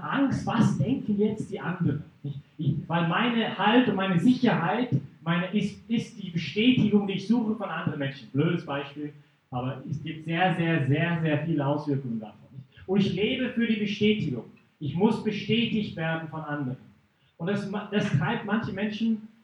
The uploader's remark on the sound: Teil des Vortrags in Brig-Glis (CH)